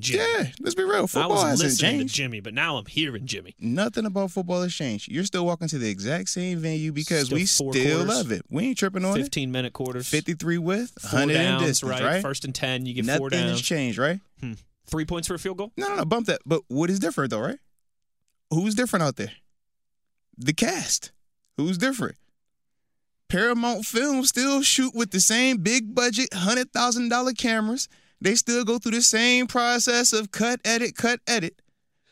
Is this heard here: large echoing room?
no